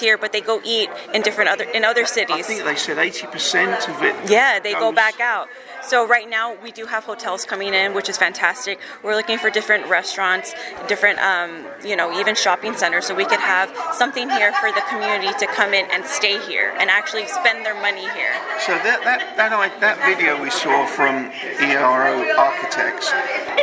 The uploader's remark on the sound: At the RGVP event, the Rio Grande Guardian International News Service was able to secure an exclusive audio interview. At the RGVP event, the Rio Grande Guardian International News Service was able to secure an exclusive audio interview.